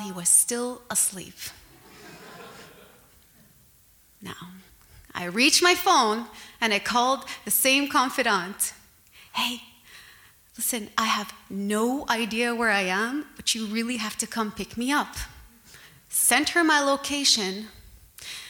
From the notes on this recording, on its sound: At the Centaur Theatre in Montreal. It was our first live show in two years, and what a thrill it was to be back in front of a live audience.